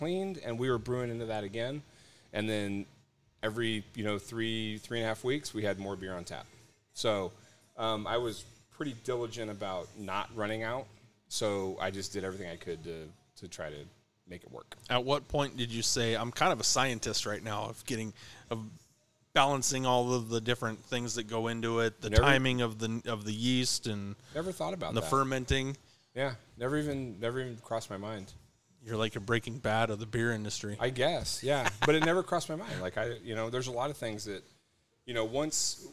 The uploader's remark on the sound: Had a great show on location at Humble Abode. 1620 E Houston Ave Suite 800, Spokane, WA 99217.